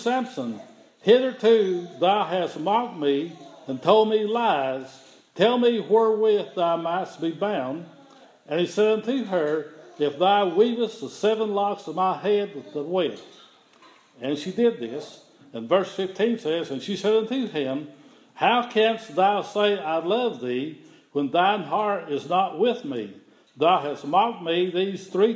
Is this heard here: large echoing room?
yes